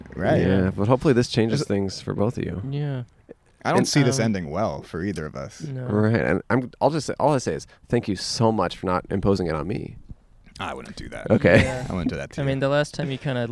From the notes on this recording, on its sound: Outside A Car Dealership. Recorded outside a Nissan dealership in Los Angeles, before the pandemic.